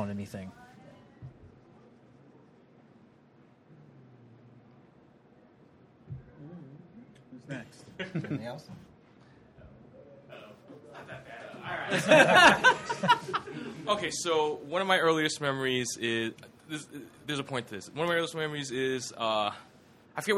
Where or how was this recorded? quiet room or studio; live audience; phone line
live audience